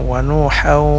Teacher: Kemudian ada idgham bigunnah pada kata wanuhau, wanuhau, ini idgham, idgham bigunnah masuk dengan dengung